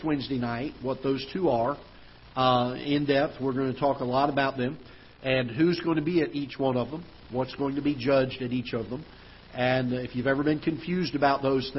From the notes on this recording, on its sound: Ketha Heights Baptist Church ~ Live Broadcast.